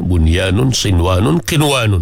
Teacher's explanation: Kesemua kalimah-kalimah ni nun mati bertemu dengan ya, nun mati bertemu dengan wa dalam satu kalimah, dia tidak dibaca dengan idgham, tapi dibaca dengan izhar. Dia panggil izhar mutlak.